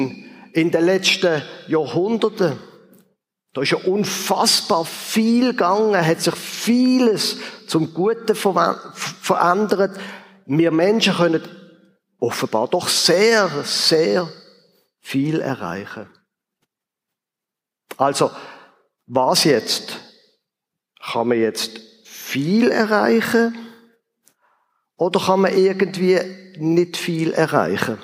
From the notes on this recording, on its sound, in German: Ausschnitt aus dem Ziitfenschter-Gottesdienst vor der Kirchgemeinde-Versammlung